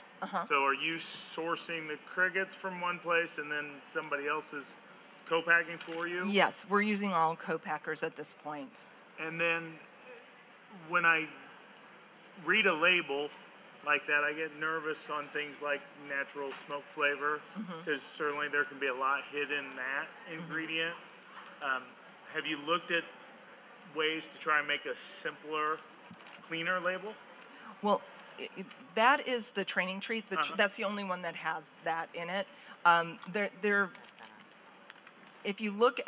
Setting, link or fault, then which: setting, busy venue